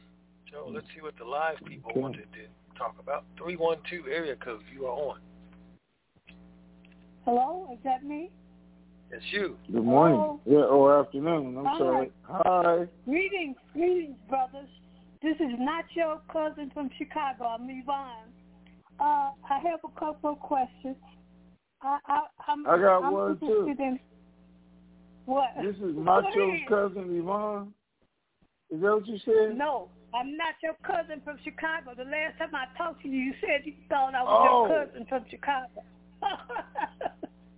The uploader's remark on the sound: TNTSuperfantastic Conference Call.